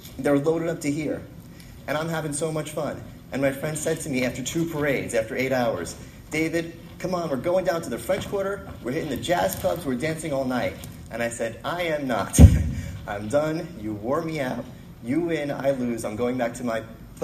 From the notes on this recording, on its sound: we presented a keynote at the AVI Live event in Minneapolis, sponsored by AVI Systems.